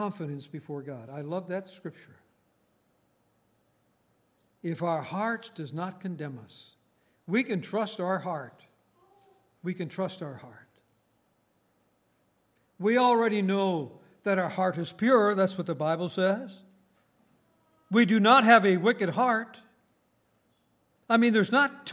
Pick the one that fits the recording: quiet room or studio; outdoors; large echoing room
large echoing room